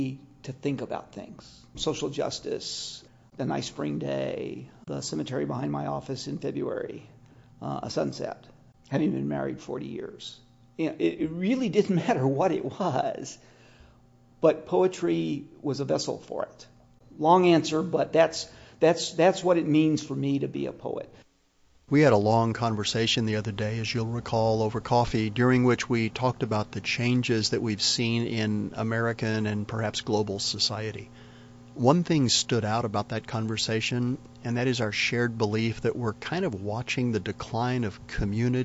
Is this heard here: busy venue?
no